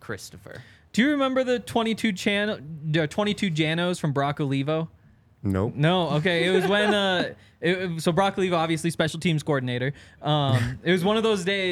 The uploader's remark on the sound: coming to you LIVE from the DNVR Bar